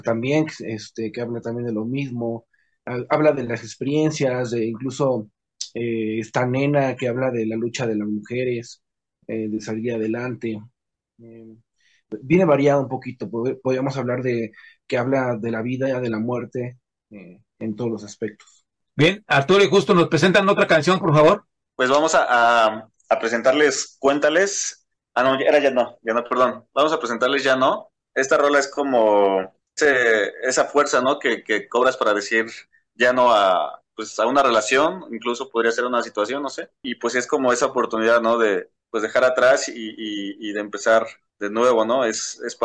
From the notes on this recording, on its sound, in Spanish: Charlamos via zoom con